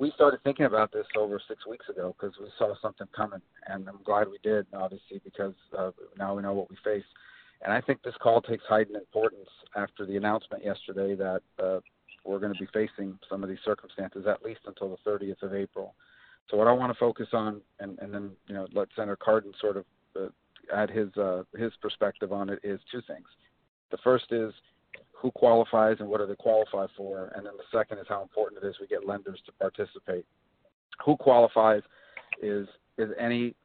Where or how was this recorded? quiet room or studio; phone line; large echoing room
phone line